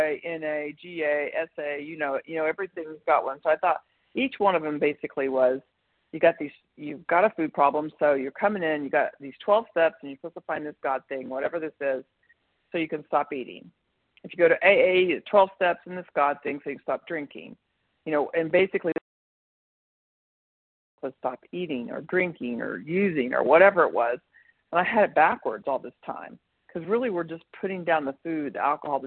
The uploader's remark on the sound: 100 Pounders Phone Meeting